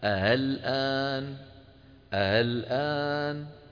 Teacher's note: يجعلها بين الهمزة وبين الألف، الحرف المجانس لحركتها باعتبارها مفتوحة · Term: التسهيل